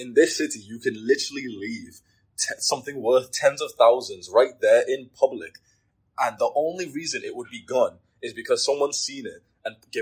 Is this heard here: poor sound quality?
yes